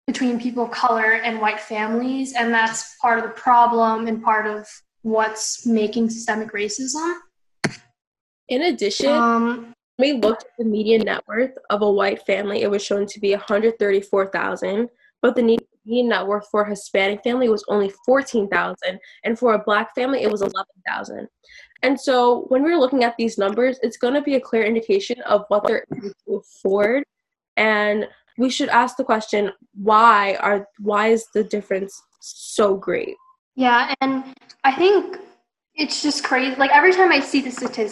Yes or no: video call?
yes